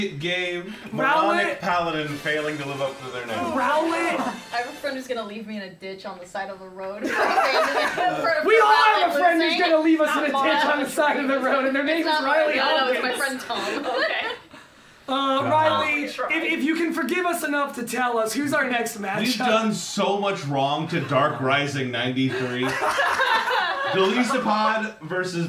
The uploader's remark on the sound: Live from Extra Life 2023. Live from Michigan, it's a special morning edition of Champs In The Making!